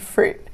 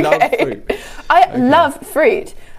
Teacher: I was using a glottal stop at the end